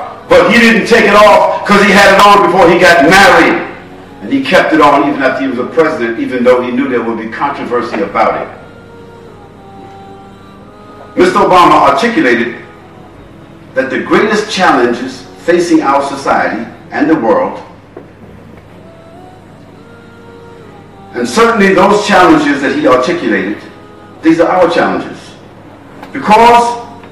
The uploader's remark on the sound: Lecture At Scheldemond College